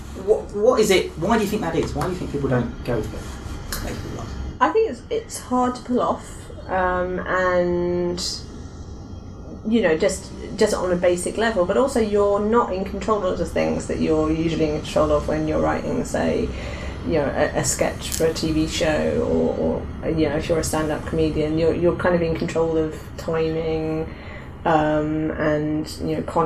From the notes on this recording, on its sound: This episode was recorded during Develop:Brighton 2016 - hence the seagulls.